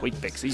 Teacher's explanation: You kind of put a glottal stop in it